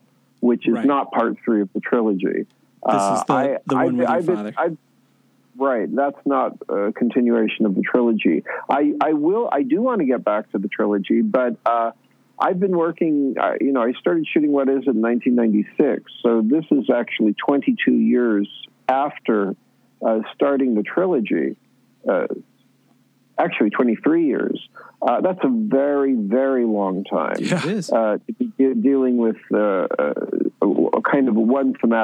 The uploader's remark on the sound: we get on the phone with filmmaker